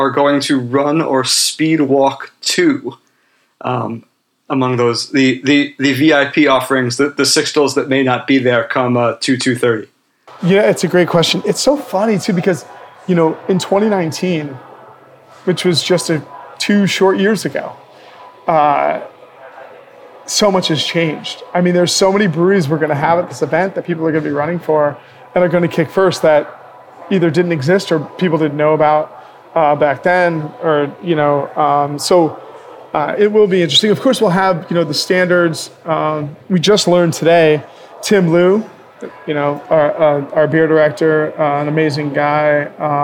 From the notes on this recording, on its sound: The 2021 Battle of the Barrel-Aged Beers, one of the most popular events of the DC Brewers' Guild's annual DC Beer Week. Recorded live at the event!